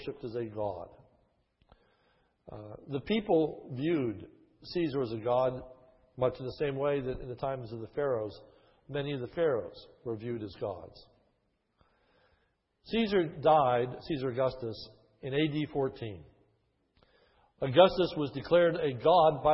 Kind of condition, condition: setting, large echoing room